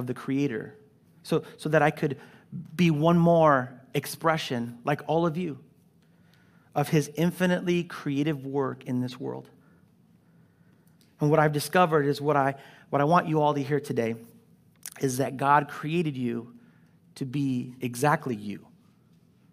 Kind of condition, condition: setting, large echoing room